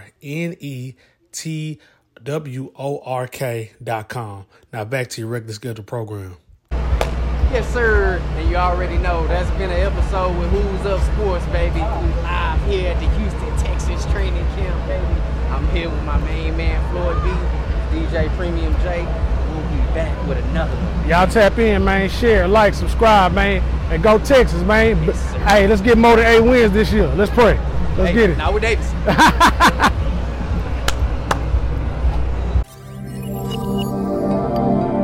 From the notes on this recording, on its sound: coming to you live from the heart of the action at the Houston Texans training camp